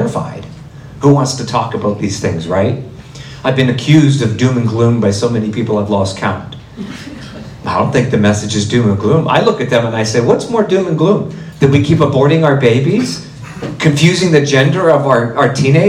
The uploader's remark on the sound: my talk at the 2024 Alberta March for Life and Edmonton Pro-Life Conference